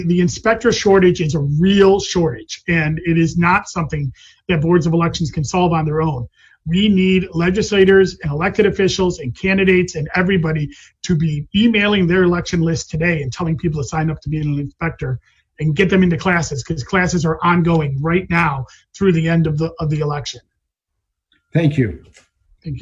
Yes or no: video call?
yes